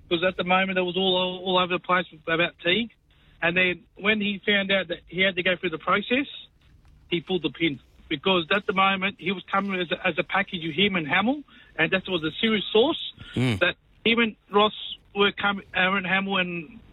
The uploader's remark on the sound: opens the phone lines in this edition, with plenty of calls